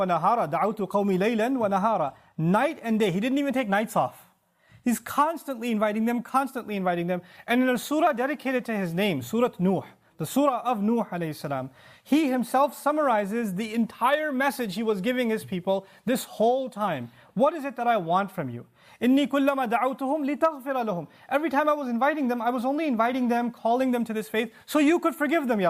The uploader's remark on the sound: This khutbah was recorded at the Bayyinah Foundation Musallah on April 6th 2018.